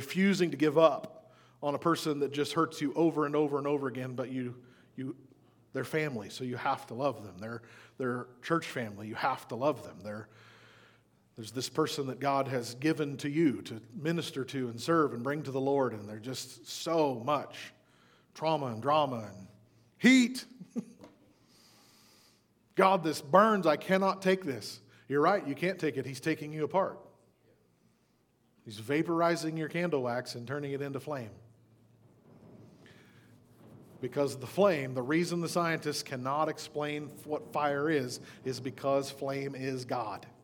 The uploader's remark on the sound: We apologize for the wind noise in the background - this was quite a windy Sunday morning.